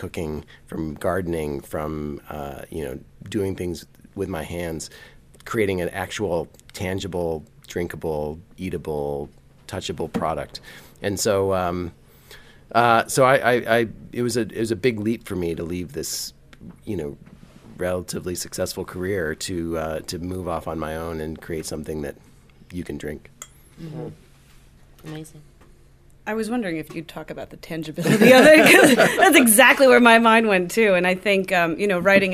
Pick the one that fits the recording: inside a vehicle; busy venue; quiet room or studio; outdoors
busy venue